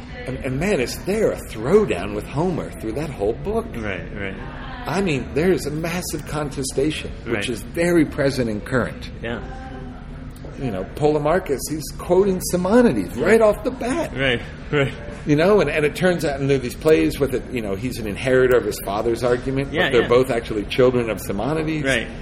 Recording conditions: busy venue